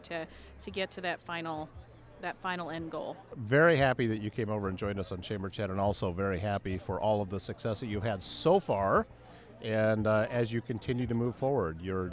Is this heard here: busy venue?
yes